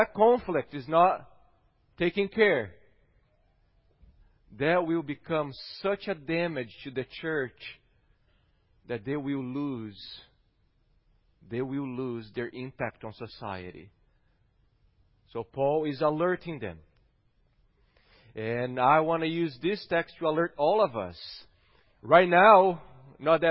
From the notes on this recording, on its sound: Sermon preached. At Gracious Cross Reformed Church Salem.